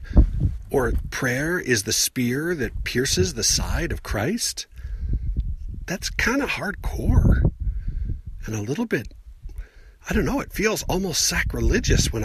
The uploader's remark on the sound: Recorded while on the outskirts of the San Rafael Swell, where I could not find anywhere that was completely out of the wind. Even if it isn't a great place to record, it is one of my favorite places.